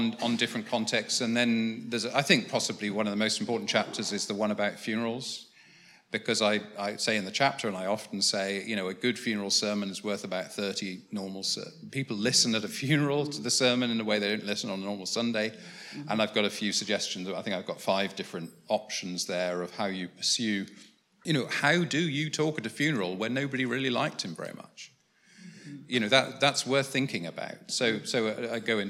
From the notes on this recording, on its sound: was recorded at the How to Preach training day, organised by the Festival of Preaching, on 24 October at St Martin in the Fields, in London